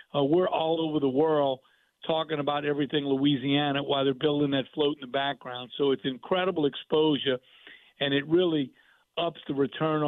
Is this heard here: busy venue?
no